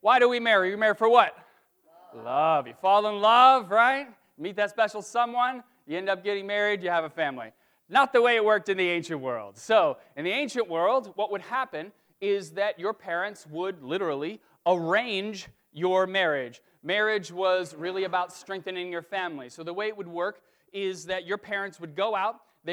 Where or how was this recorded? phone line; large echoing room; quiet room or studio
large echoing room